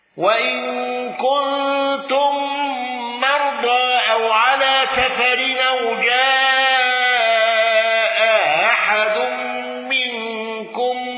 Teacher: رويس بتسهيل الهمز الثانية